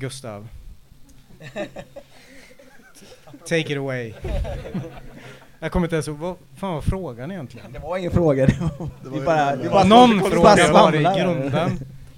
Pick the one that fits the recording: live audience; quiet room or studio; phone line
live audience